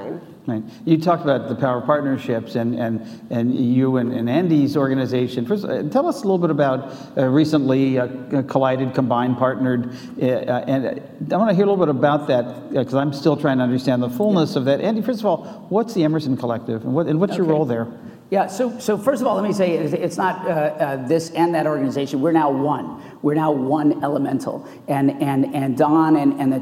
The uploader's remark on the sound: The best of live interviews from GreenBiz events.